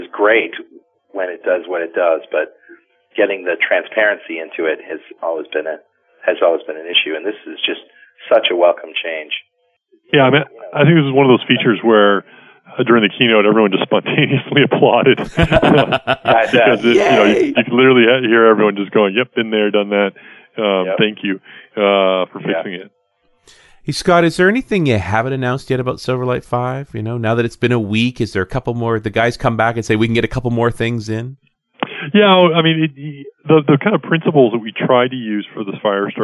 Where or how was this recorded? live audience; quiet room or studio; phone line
phone line